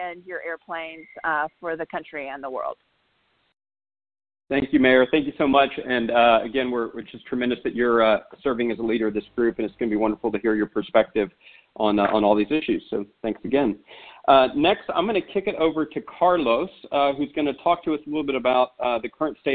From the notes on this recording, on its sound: for a conference call to kick off the Solutions 2020 Infrastructure Working Group